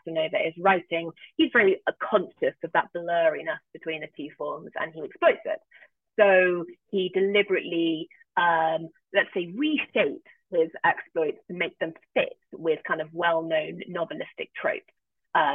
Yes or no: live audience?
no